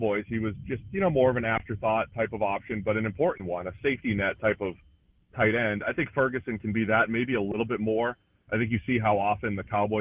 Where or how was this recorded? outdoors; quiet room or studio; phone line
phone line